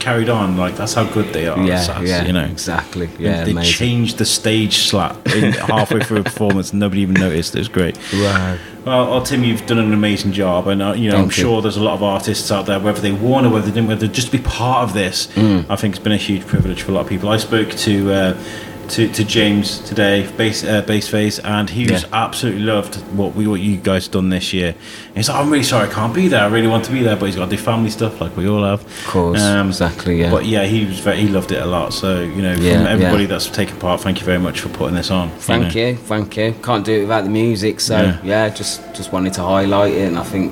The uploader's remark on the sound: Coming to you from Mature, a great club in Wellington, Shropshire, is a medley of interviews captured at the Shropshire Music Awards After Party. We set up downstairs while some of the award winning acts performed upstairs.